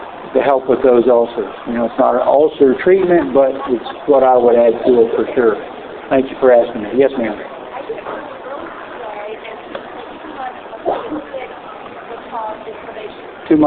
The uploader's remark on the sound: Recorded live from 2011 Spring Equine Affaire.